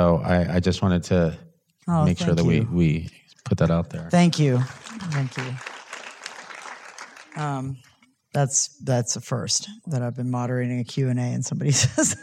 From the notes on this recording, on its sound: in a Q&A at the DGA theater in Los Angeles